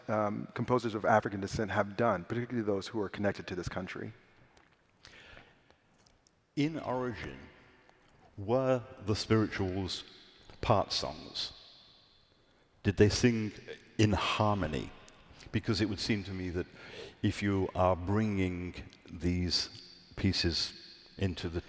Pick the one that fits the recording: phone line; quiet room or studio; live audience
live audience